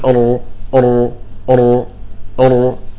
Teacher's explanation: الصاق طرف اللسان باللثة، أو بعضهم يقول باللثة، بخفة مع تقعير اللسان وترك فرجة بسيطة. انتبه، هذه مسألة هامة جدا، وترك فرجة بسيطة جدا لمرور الصوت حتى لا ينحصر ويحصل التكرار، مع عدم توسيع الفرجة حتى لا يضيع مخرج الراء.